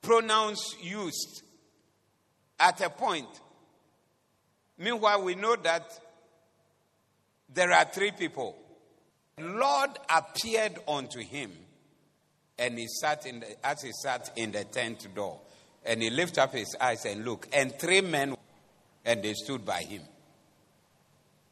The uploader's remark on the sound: Preached at the Doxa Service 05032023